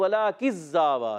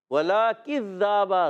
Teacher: نہیں کھینچنی مگر لام علی زبر لا ایک الف کھینچنا ہے کذابہ میں کاف کو باریک زال کو زا سے نہیں بدلنا · Shown in: second take